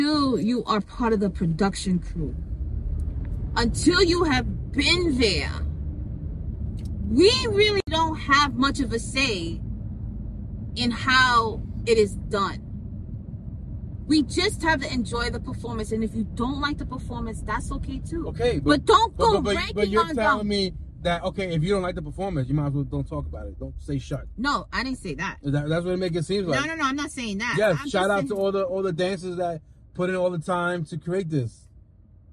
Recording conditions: inside a vehicle